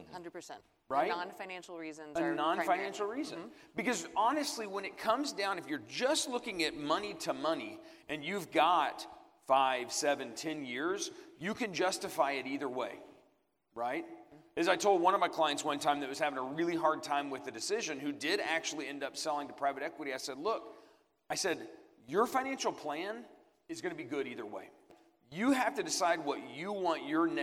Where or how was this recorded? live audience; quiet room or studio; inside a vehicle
live audience